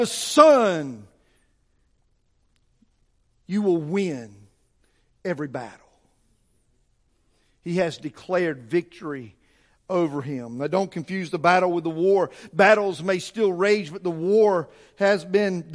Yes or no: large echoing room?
yes